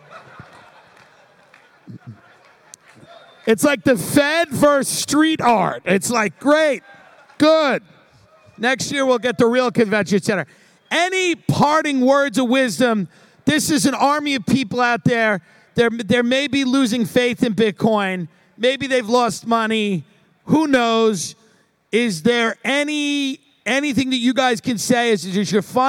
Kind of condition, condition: setting, busy venue